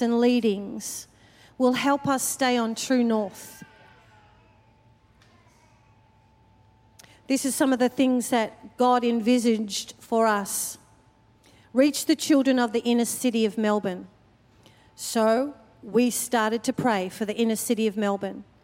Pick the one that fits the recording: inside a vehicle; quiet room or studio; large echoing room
large echoing room